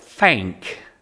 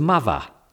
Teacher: One of the distinguishing characteristics of Cockney is the replacement of the th sound with an f or v sound.